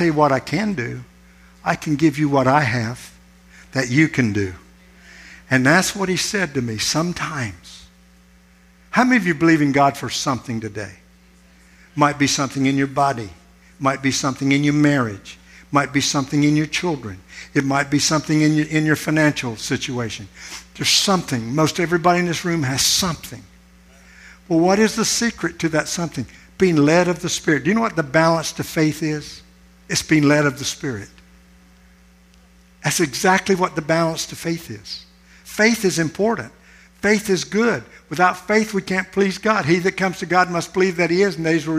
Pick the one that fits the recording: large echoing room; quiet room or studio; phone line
large echoing room